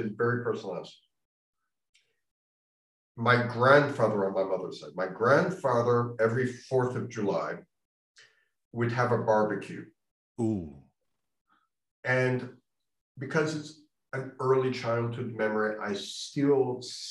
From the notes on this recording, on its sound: This interview was recorded on 1st December 2021 via Zoom.